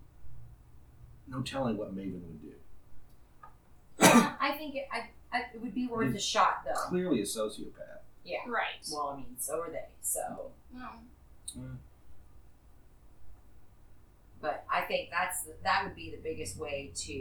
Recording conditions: poor sound quality